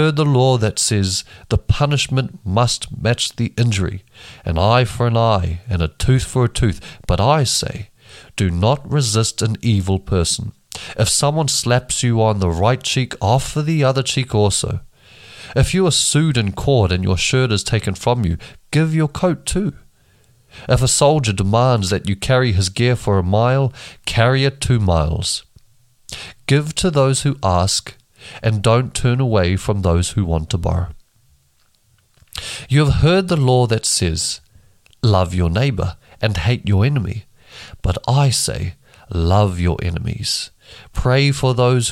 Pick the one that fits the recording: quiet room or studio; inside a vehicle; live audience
quiet room or studio